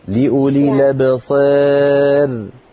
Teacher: الراء مرققة لأن قبلها إمالة